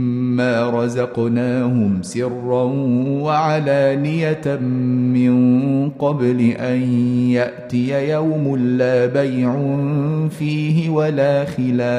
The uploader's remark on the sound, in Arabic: مسجل من صلاة التراويح بمسجد السلام بحي مشرفة بجدة.